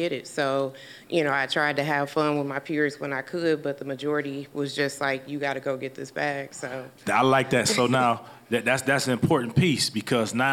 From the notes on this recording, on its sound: This episode was recorded live. Amplifier is filmed and recorded in front of a live audience at the Radio Milwaukee studios in Milwaukee, Wisconsin.